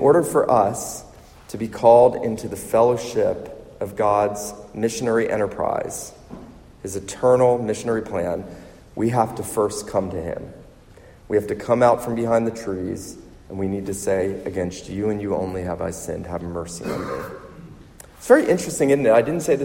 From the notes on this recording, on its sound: This sermon was preached at the Surfside PCA missions conference in Myrtle Beach, SC